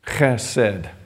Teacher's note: the emphasis is on the first syllable